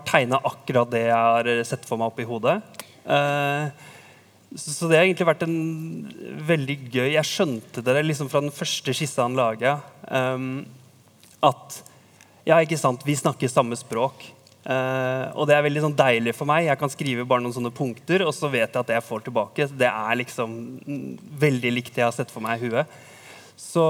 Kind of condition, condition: setting, busy venue